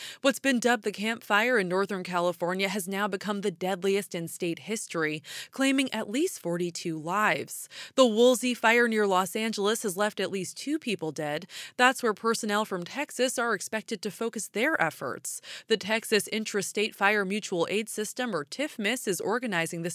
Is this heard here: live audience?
no